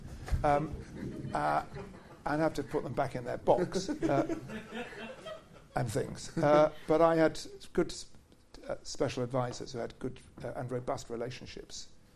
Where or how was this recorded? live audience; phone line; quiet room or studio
live audience